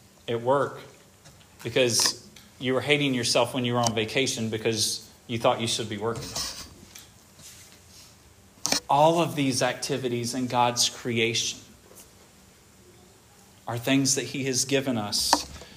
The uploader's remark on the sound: This sermon was preached at Hope Fellowship